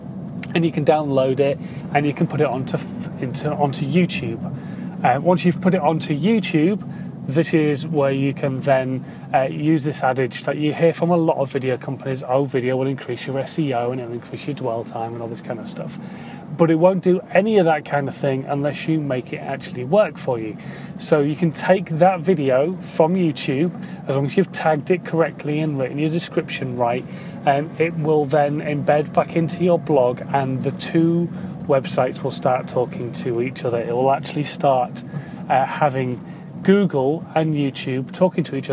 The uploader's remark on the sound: In My Car